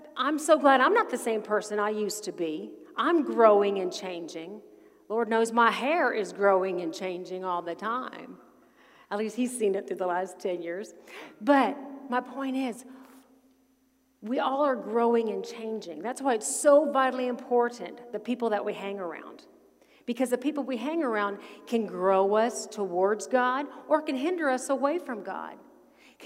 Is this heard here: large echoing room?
yes